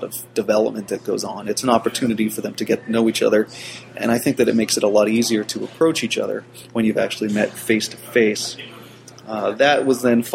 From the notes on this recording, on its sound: Live from NYCBSDCon Sunday. A copy of Sunday's live stream from NYCBSDCon 2008.